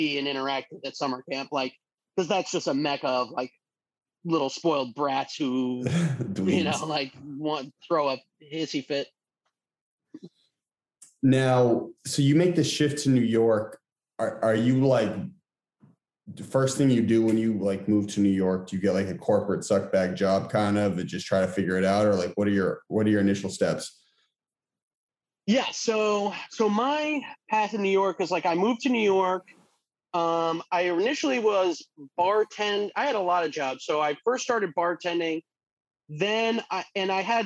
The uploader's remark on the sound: Over Zoom this week.